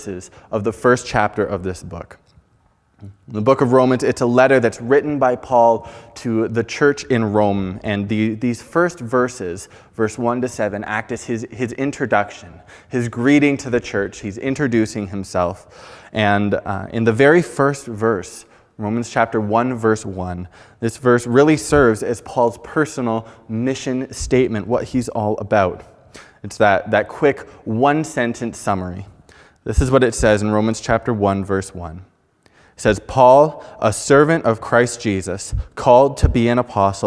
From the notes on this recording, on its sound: At Fellowship Bible Church.